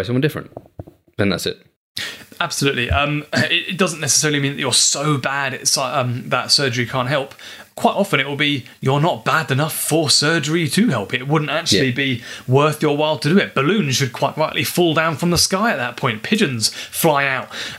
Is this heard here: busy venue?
no